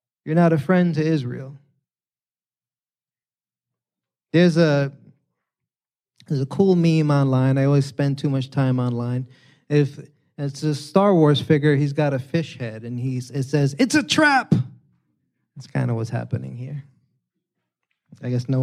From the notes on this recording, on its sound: preached this sermon on Sunday, September 17th, 2023, at Catalyst Church San Diego